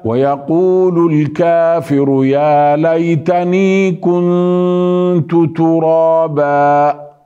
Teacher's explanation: لم نأتي بالنون أتينا بالغنة فقط · Term: إخفاء